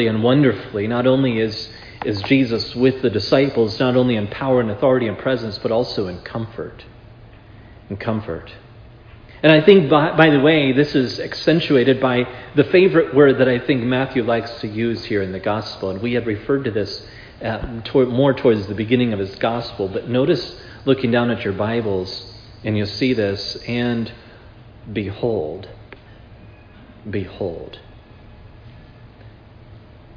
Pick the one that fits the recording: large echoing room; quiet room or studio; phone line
large echoing room